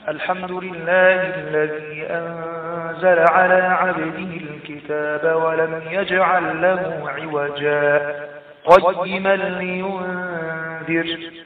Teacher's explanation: هذا موضع في سورة الكهف عند كلمة بين عوجا وقيما. نسكت سكتة دون أن ينقطع النفس عند ألف عوجة ثم نكمل القراءة